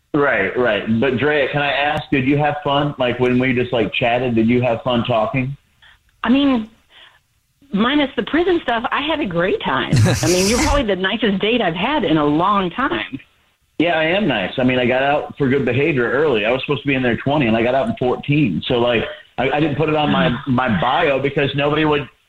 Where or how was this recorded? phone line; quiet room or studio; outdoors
phone line